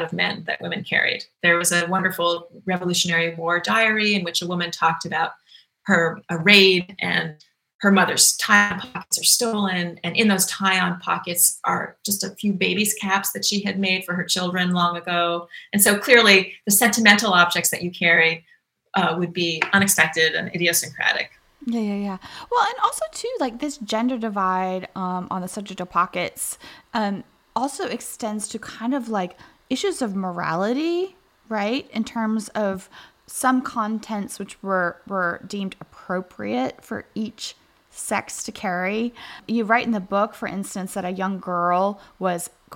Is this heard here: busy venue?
no